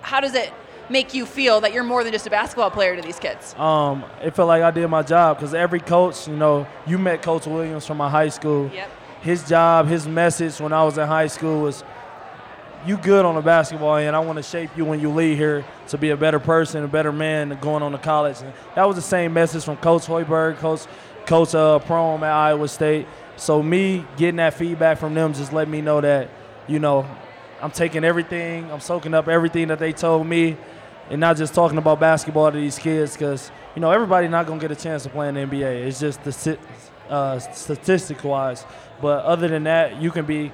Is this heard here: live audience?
yes